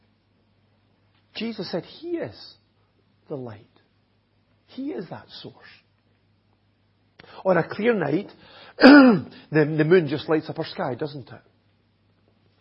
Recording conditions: large echoing room